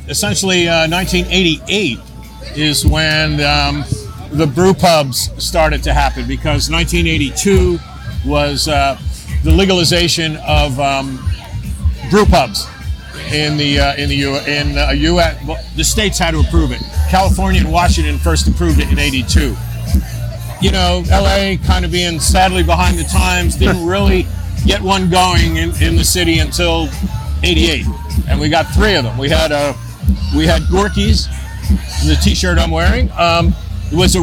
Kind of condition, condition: setting, busy venue